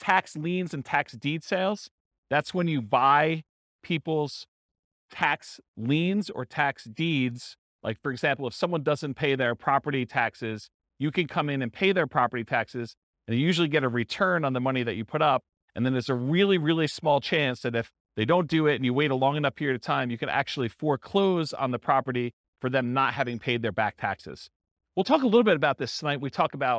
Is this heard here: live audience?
yes